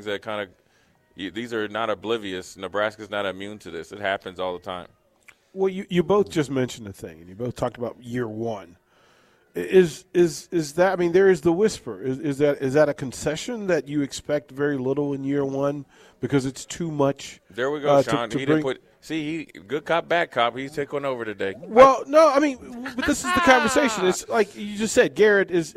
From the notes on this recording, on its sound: Live from Tanner's